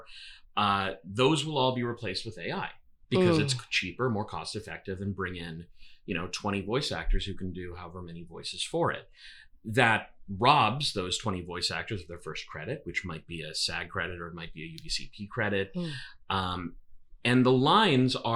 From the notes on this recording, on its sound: This episode was recorded with two mics instead of the necessary three, and thus, the sound quality is *fiiiiine*, but not perfect. We’ve found the wayward mic cord.